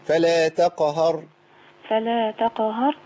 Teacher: والقاف هنا ساكنة مقلقلة